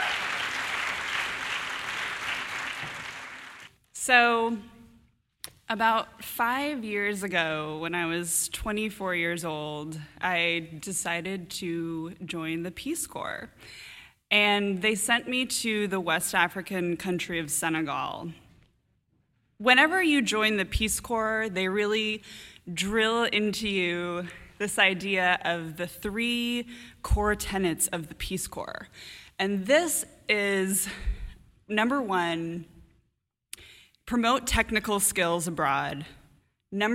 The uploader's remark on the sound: A story from the March 2015 All Y'all live storytelling event "Ladies Night,".